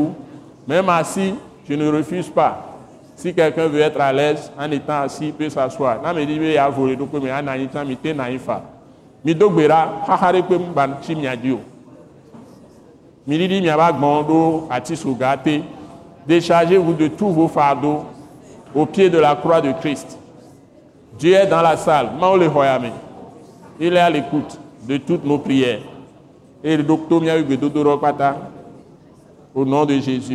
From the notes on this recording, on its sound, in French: Ce message, enregistré lors de la Soirée de Célébration et de Prière hebdomadaire de l’Église Christ Crucifié en Action (implantée par l’ATAC International), est prêché simultanément en Français et en Mina, une langue locale du Togo.